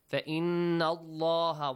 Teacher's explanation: The letter lam in the word Allah. has to be pronounced with a heavy sound, with an ah sound.